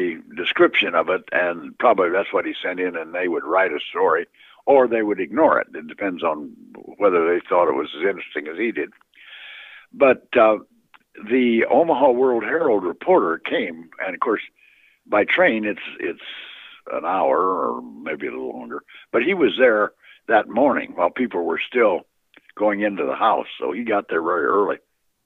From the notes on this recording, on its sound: Phone interview.